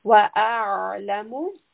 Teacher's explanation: Here, ayn is a letter of tawassut, so we are resting upon this ayn.